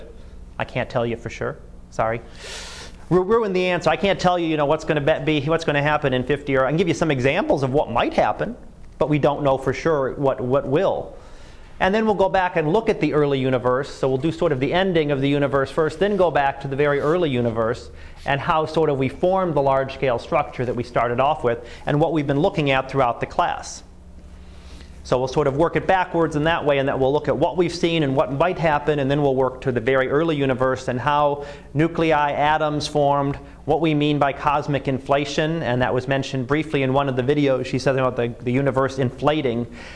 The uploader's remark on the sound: Live Class Lecture.